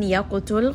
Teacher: qaf is going to have a qalqala, qaf is also heavy.